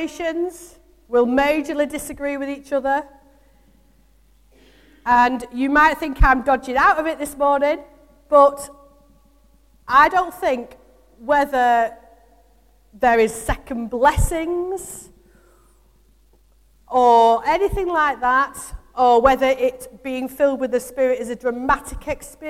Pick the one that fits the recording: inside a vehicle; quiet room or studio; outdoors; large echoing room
large echoing room